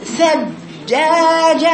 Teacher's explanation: حرف الجيم حرف شديد يعني ايه حرف شديد قطعي زي الهمزه